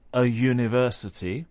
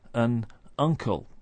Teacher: university has a y sound at the beginning, and uncle an a sound at the beginning. So the thing to remember is that it's a sound-based rule and not a spelling-based rule.